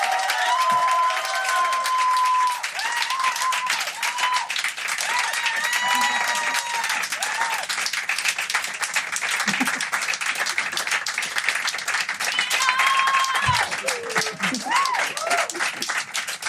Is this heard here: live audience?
yes